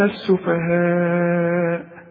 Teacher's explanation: أنؤمن كما، وكما خدناه، وآمن خدناه، السفهاء، السفهاء برضو عندي مد وبعده همز، لكن لو تلاحظ ان المد والهمزة في كلمة واحدة، اذا كان عندك المد والهمزة في كلمة واحدة مد هذا المد اربع حركات عند الوقف وعند الوصل